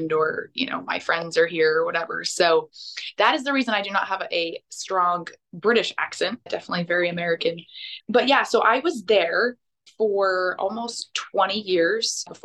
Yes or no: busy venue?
no